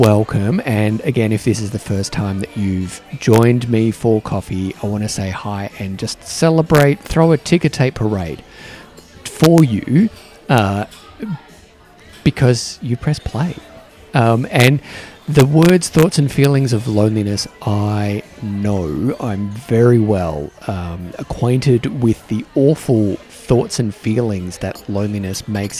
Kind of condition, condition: setting, busy venue